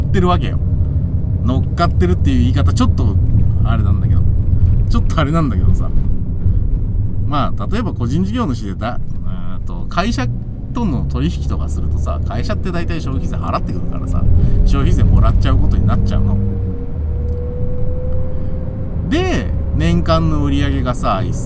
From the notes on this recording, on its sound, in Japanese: 君は助手席で眠っていて。ただ運転して、ただ話してるから。車の走行音と運転手の声を遠くに聞きながら。